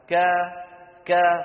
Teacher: انحدار الصوت بحرف مستفل، انحداره يعني إلى خارج الفم